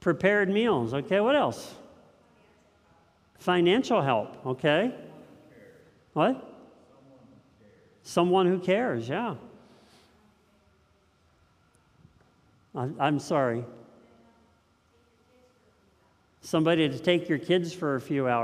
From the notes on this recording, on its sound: This message was first preached on 9/11/2022 at Linglestown Life in Harrisburg, PA